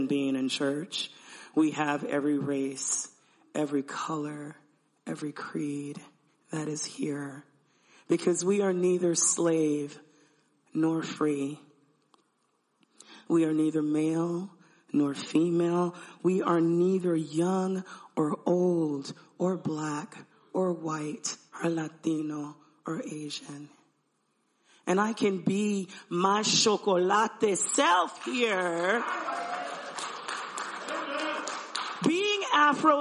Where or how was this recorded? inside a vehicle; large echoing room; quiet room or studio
large echoing room